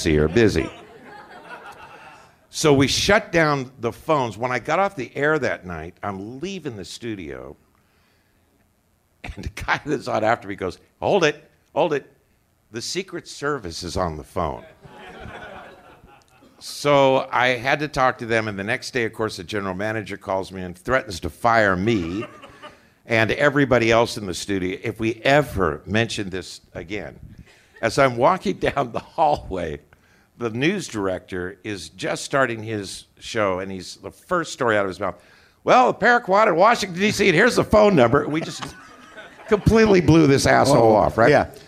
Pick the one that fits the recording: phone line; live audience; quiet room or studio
live audience